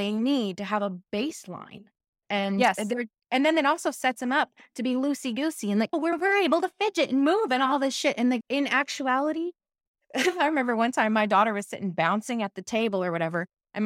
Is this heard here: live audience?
no